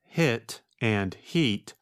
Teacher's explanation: the two words hit and heat will both sound like heat when spoken with a Spanish accent